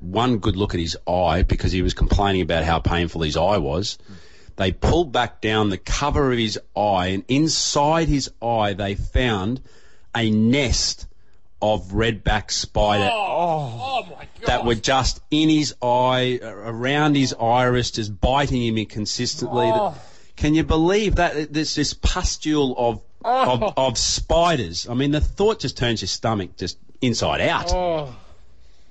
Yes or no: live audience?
no